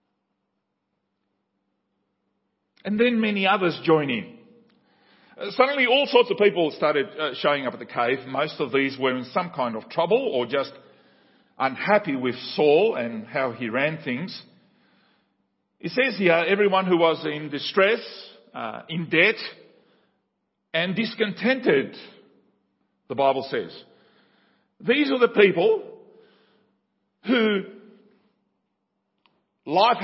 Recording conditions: large echoing room